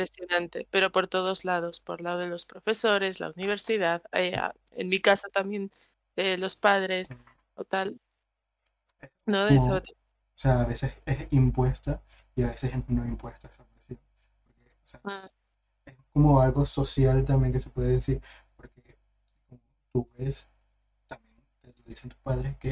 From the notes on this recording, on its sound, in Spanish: perdón por la falla del audio